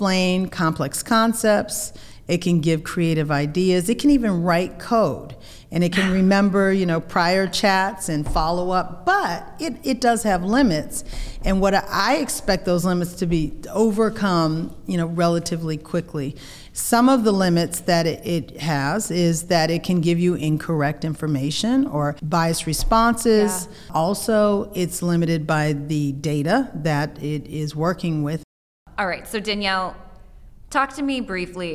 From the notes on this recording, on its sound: In this podcast recorded at the firm’s national Workplace Strategies seminar.